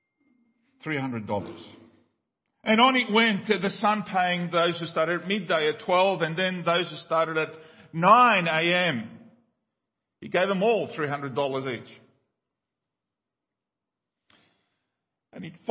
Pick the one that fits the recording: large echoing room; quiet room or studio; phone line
large echoing room